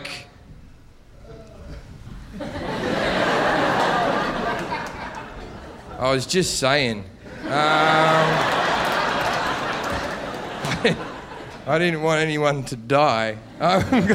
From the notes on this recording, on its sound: Live at Gotham